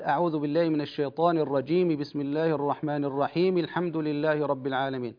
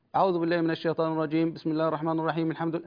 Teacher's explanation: مع ملاحظة تحريك الحرف الأخير في الاستعاذة والبسملة، يعني لا نصل بالسكون · Shown in: first take